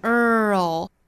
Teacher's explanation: 要首先发一个卷舌的再去发一个舌侧音